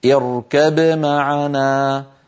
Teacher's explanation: بقلقلة الباء وتبيينها من غير سكت بين الباء والميم · Term: الإظهار